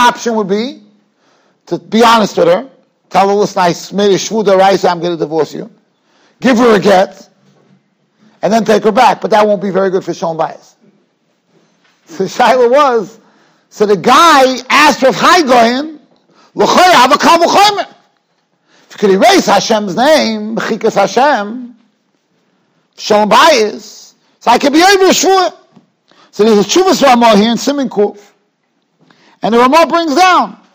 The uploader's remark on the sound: Shiur recorded in Yeshivas Ohr Reuven, Monsey, NY.